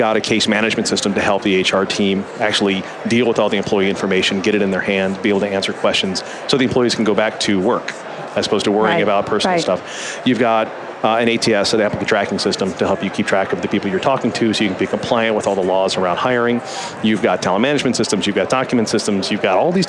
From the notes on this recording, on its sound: LIVE from Las Vegas, at #HRTechConf